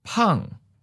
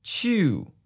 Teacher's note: The second tone we can describe as high and falling, which means it starts off high in your register and drops quickly down to the lower part of your voice.